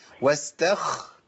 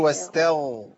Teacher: الغين إذا مشيت فيها نفس تبقى خاء · Shown in: first take